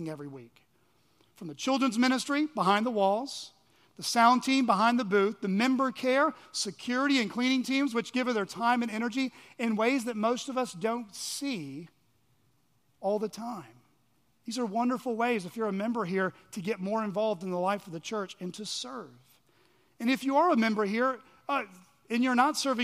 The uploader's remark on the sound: at Chaffee Crossing Baptist Church in Barling, AR.